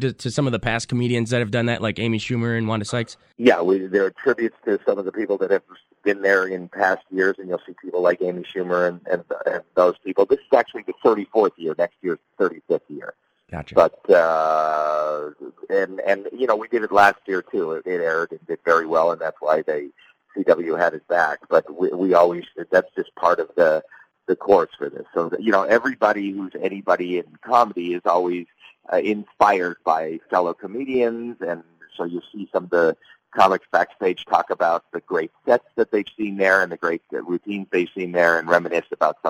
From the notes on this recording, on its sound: when he called